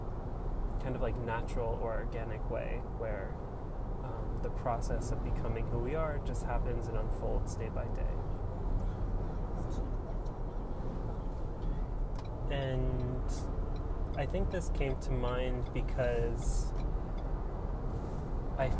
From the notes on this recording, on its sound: Recorded while driving on the New Jersey Turnpike.